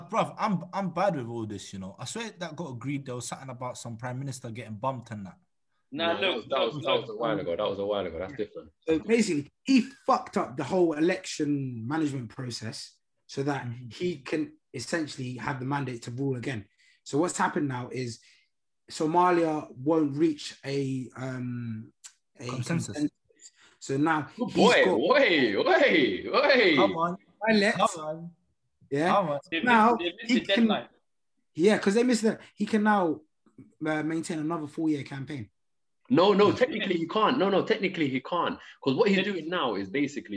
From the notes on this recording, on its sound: As quarantine continues the Zoom talk continues.